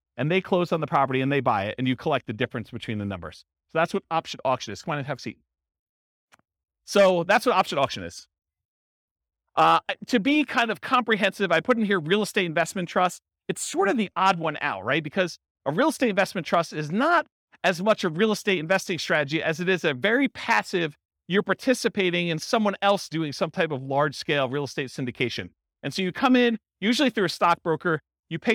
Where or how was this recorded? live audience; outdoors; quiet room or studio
live audience